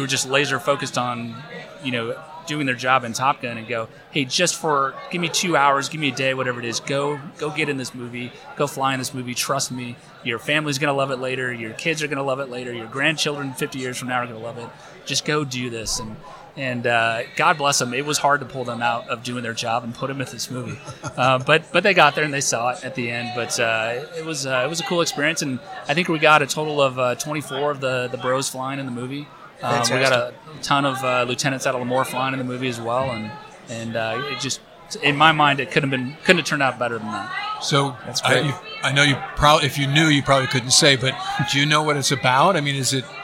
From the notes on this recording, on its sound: Live from Tailhook 2019